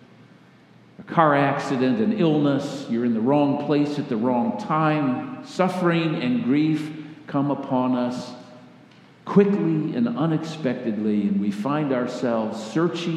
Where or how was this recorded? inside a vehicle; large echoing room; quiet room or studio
large echoing room